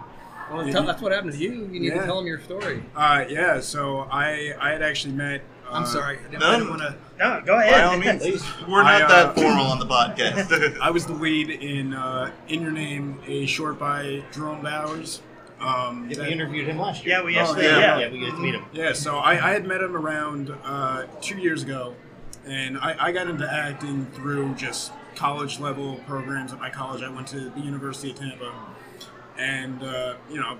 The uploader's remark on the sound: Sunscreen Film Festival 2023. Part 2 of episode 95 continues at the Sunscreen Film Festival!